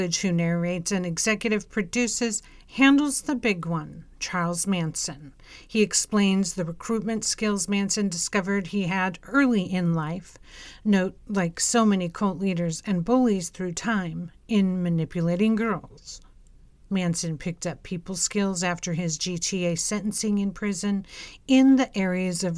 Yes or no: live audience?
no